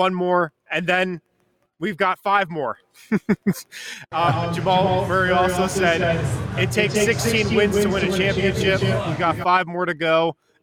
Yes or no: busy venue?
yes